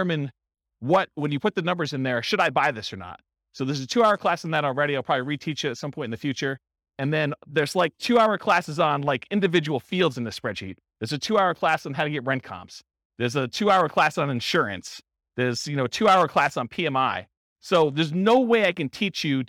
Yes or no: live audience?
yes